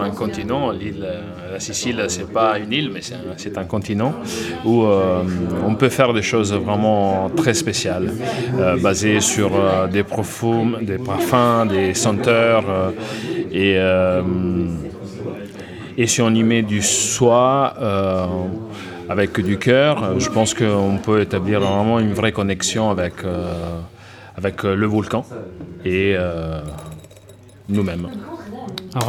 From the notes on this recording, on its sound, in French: Rendez-vous était donné aux Caves de Prague (Paris XII) pour une session enregistrée en public.